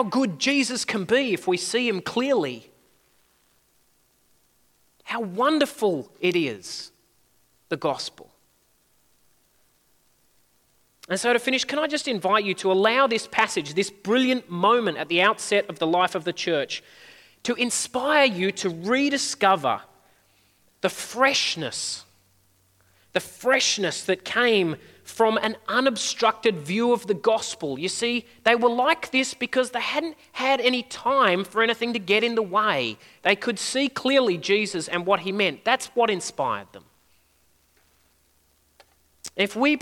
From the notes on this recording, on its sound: At a Church in the Graveyard service